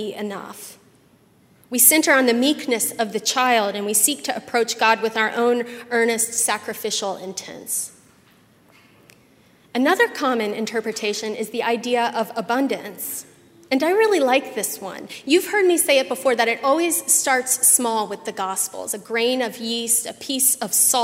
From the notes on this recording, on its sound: at Highland Baptist Church, Louisville, Kentucky